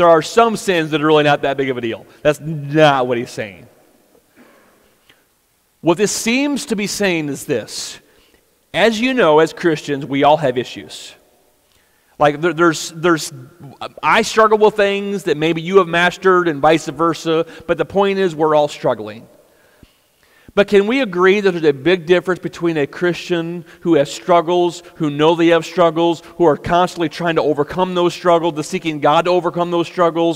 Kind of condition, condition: setting, large echoing room